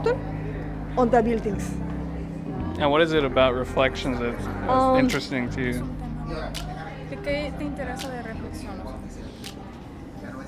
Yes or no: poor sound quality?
no